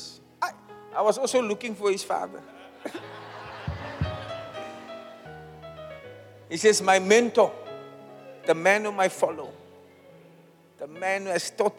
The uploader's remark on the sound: Preached at the Zion Sanctuary, Cape Town on the 20th August 2023